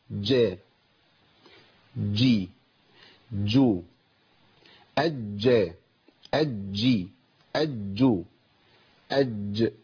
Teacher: الجيم من الحروف الشديده المجهوره مقطوعه الصوت والنفس